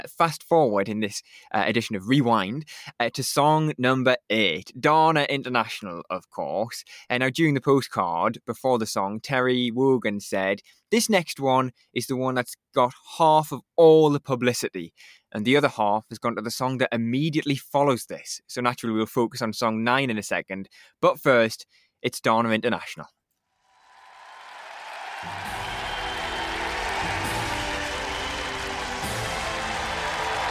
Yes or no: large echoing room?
no